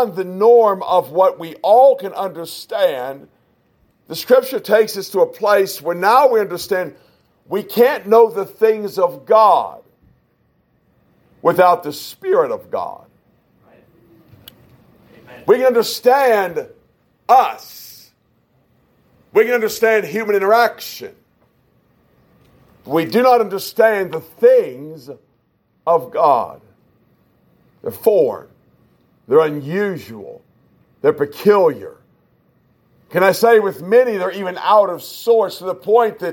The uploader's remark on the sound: This is our first test of the new podcast that we are working on. A message preached at Shippensburg Independent Baptist Church in July of 2021.